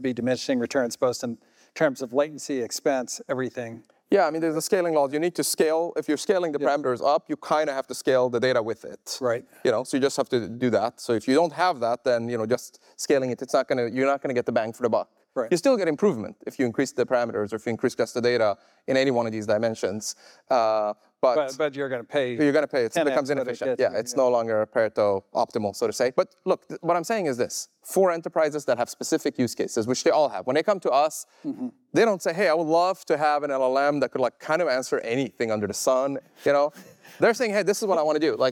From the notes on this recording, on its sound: recorded August 2023 at a live event in San Francisco.